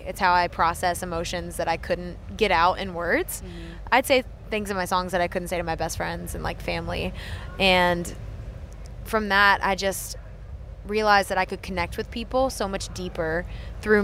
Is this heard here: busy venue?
yes